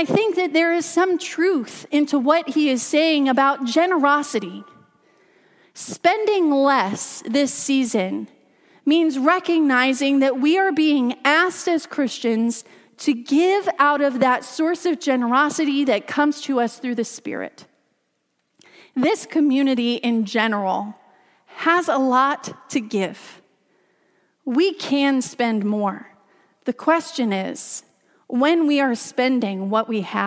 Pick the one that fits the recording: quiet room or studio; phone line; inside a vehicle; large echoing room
large echoing room